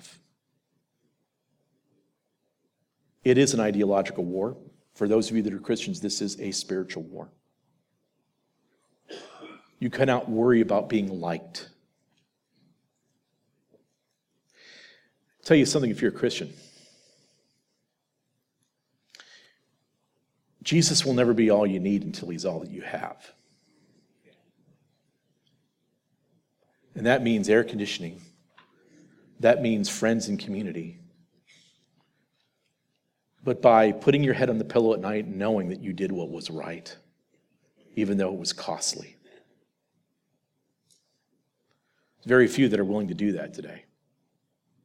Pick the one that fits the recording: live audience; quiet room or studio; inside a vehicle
live audience